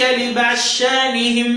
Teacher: الضاد مدغم في الشين في موضع واحد فقط من القرآن الكريم